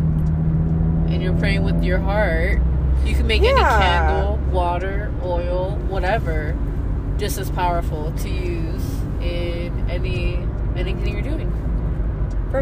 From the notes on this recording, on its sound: Hit record during a deep conversation in the car while going home. They have a paranormal experience live while still recording.